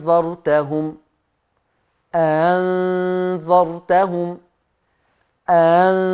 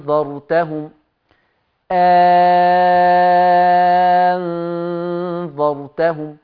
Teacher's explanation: الإبدال مع الإشباع عشان وراها النون ساكنة · Shown in: second take